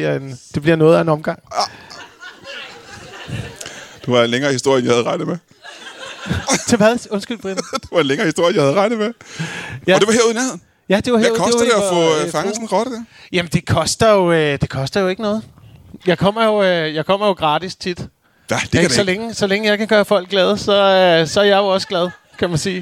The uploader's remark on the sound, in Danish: LIVE fra Ramsømagle Forsamlingshus. Optaget foran det gode Gadstrup publikum en aften i april.